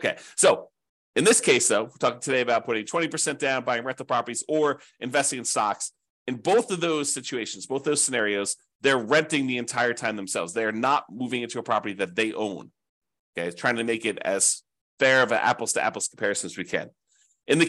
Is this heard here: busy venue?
no